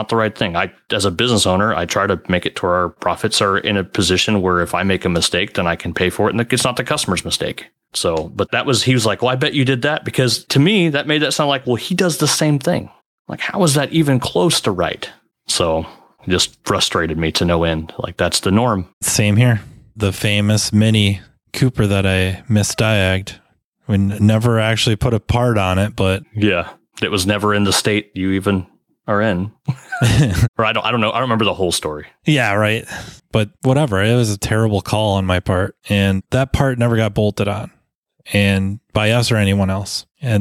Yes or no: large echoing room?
no